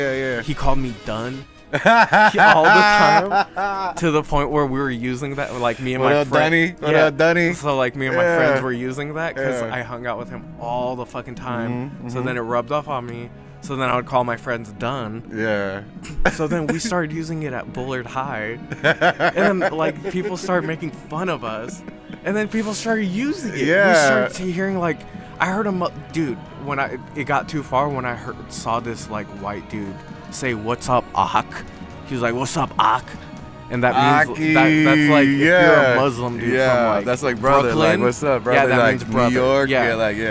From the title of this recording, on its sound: live from Spokeasy